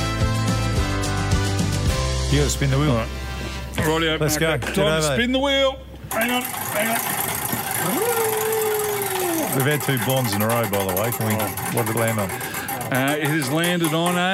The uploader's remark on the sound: We're at the pub this week. Live from a sportsbar.